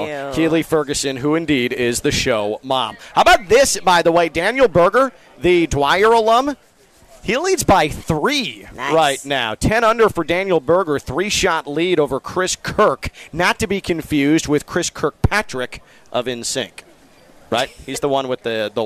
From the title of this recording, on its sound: Live from the Honda Classic